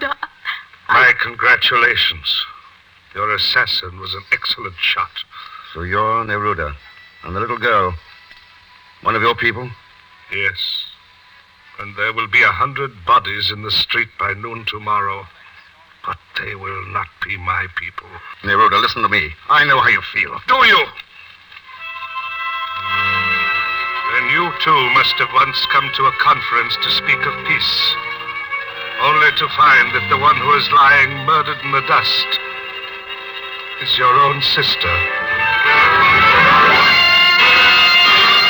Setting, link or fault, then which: fault, poor sound quality